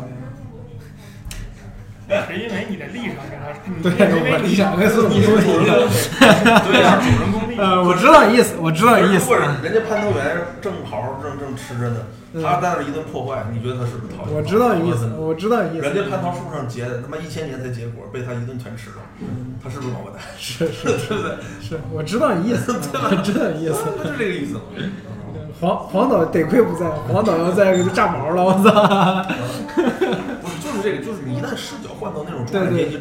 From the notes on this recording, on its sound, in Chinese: 录音环境为餐馆，所以背景音有些嘈杂